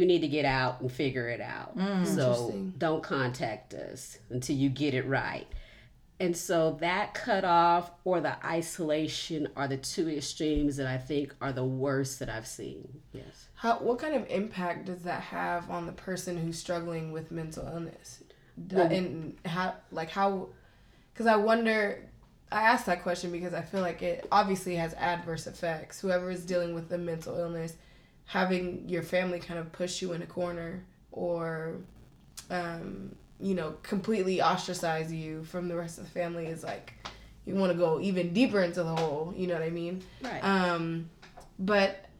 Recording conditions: sounds in the background